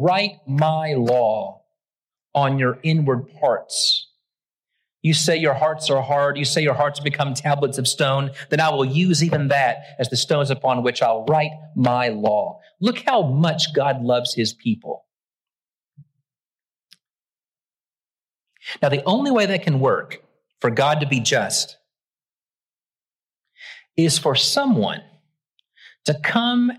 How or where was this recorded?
large echoing room